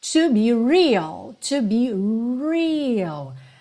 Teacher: Atenção que esse R tem que ser enrolado, é o R da porta com a perna esquerda.